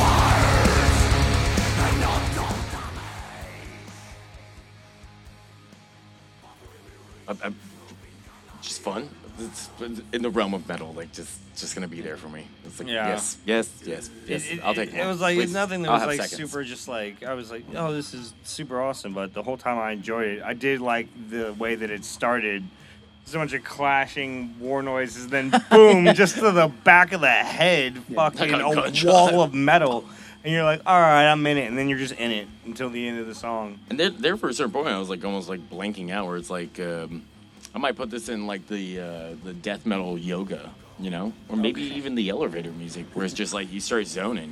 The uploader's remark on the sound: Taking over the stage of Indian Roller in Austin, TX on Mondays we will be joined by guests (when available) to listen to and dissect the new music released. Recorded Live at Indian Roller in Austin, TX.